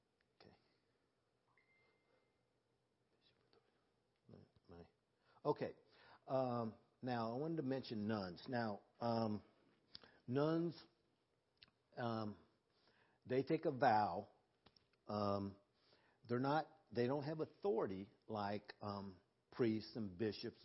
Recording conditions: large echoing room